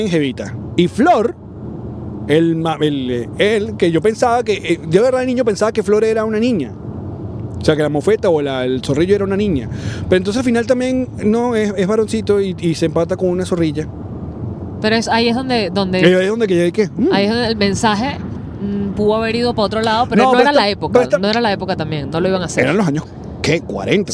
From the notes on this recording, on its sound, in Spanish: un programa grabado directamente desde la via Houston - Dallas